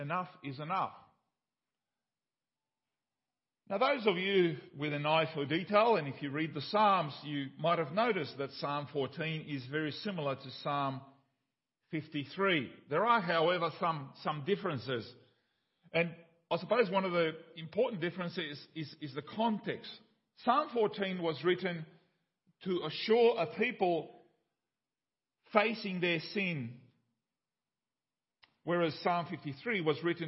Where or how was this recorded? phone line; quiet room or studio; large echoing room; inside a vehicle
large echoing room